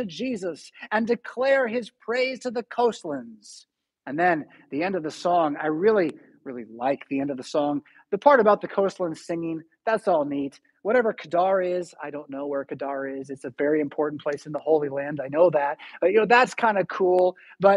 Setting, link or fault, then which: setting, large echoing room